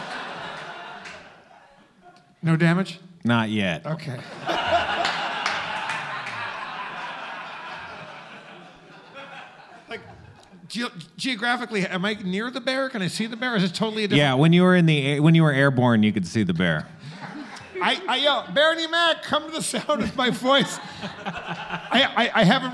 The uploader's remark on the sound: Our first show at the beautiful Dynasty Typewriter theater kicks off with an audience for the first time in months.